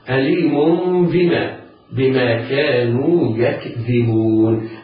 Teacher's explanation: وكيفية القلب، كيف القلب لابد أن يحدث معه ثلاثة أمور: أليم تنوين، والتنوين ينطق نون ساكنة، ولكن إذا وقع بعده باء ينطق ميما، ولا بد أن تصحبه الغنة · Term: الإقلاب